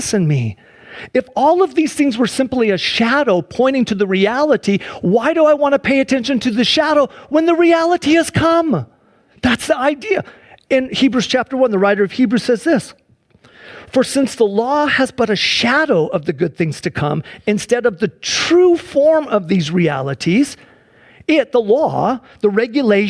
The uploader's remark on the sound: Sunday church service livestream